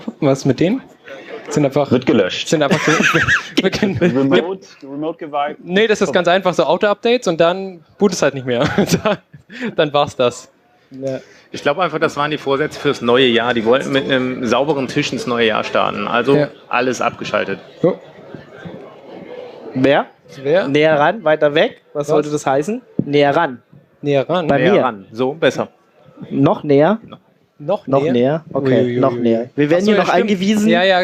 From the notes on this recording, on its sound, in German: Binärgewitter Live (33c3-sendezentrum).